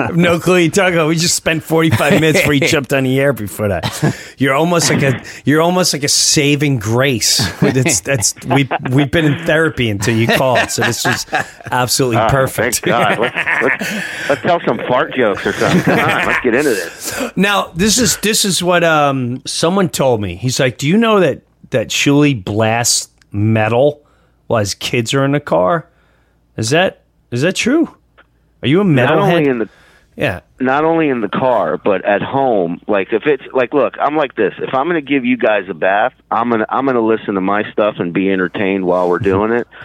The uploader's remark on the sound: when two radio legends call